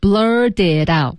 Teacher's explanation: 连读的话呢，可以进行浊化处理，也是一种读法啊。读的时候有两种读法。那么这个呢，在训练当中大家可以怎么舒服怎么来，但都是对的啊。Blur it out, blur it out,啊，那么都是可以的。大家可以选择读成 blur itout。嗯啊，你可以读成 blurred it out